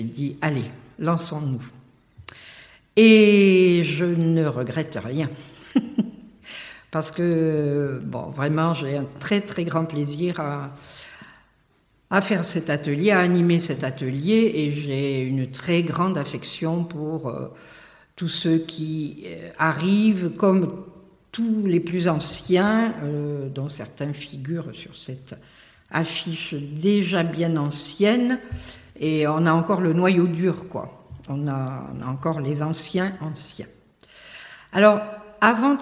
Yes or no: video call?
no